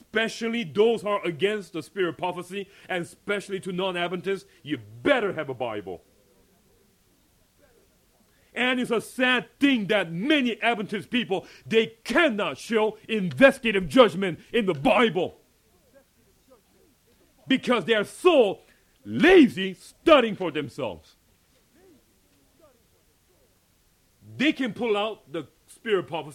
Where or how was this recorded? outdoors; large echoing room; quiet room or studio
large echoing room